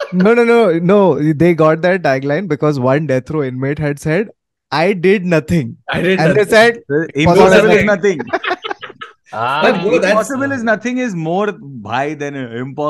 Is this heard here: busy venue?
no